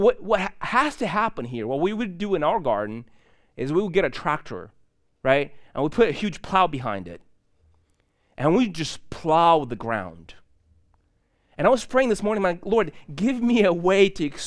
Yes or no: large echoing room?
yes